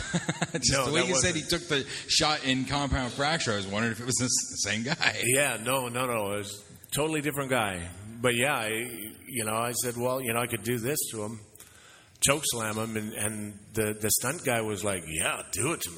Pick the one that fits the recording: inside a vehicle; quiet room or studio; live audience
live audience